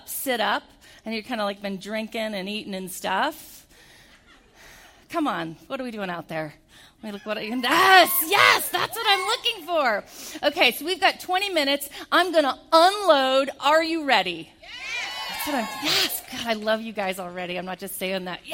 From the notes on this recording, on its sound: keynote event at the Idaho Business Reviews 2019 Women of the Year Ceremony